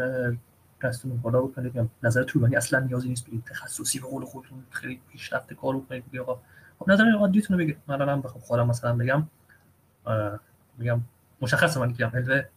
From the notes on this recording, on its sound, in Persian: این فایل محتوی جلسه آنلاین صوتی ضبط شده همراهان وبگاه آردا.